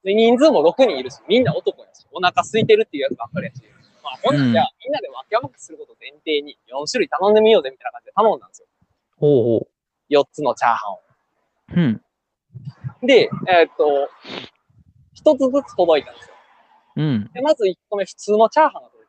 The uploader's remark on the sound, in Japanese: 野外収録のため、一部音声に聞き取りにくい部分がございますがご了承ください。